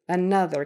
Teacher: Even though it's spelled with an O. And yet when you say another, we pronounce that O as a short U.